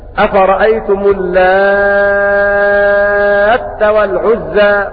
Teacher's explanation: قرأ بالتشديد في قوله تعالى أفرأيتم اللات والعزى، بتشديد التاء مع المد ست حركات لأنه يصير عندئذ مدا لازما